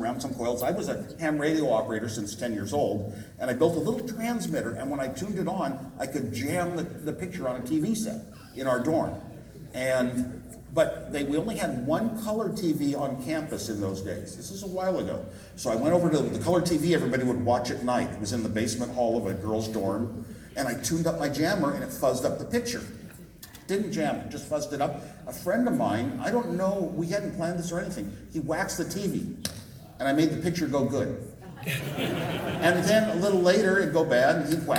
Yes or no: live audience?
yes